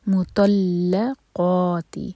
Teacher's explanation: وللمطلقات، یہاں پر دیکھیں تو ہیوی ہوگا، لام لائٹ ہوگا اور لام پر شدہ ہے. متلقاتی، تو ہیوی لام لائٹ قاف ہیوی